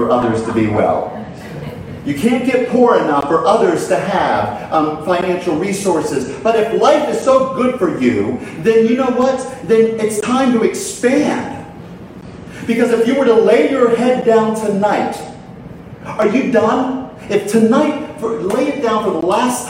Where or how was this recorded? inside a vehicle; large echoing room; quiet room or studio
large echoing room